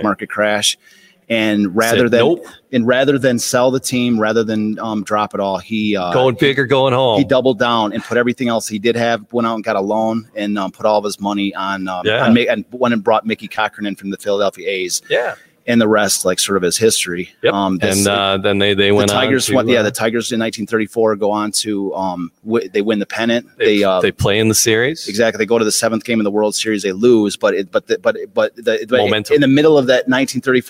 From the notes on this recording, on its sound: Live from Detroit Historical Museum.